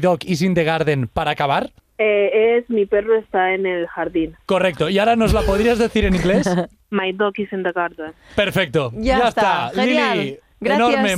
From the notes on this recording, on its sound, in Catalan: fem una connexió en directe amb el metro de London